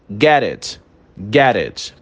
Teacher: Parece que é um som único, parece que as duas palavras se juntam e formam uma única palavra, né? Mas não é assim. · Term: connected speech